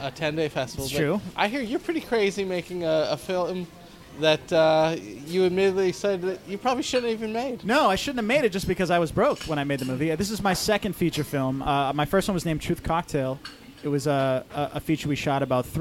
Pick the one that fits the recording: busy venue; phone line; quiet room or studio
busy venue